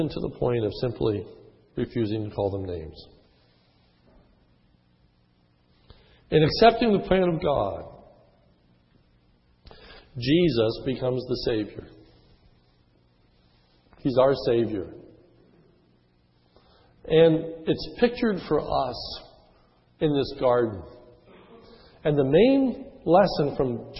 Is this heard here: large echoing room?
yes